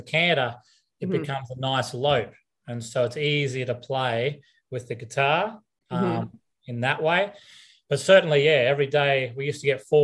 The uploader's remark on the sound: There's the occasional glitch in the recording - internet connections not always being stable things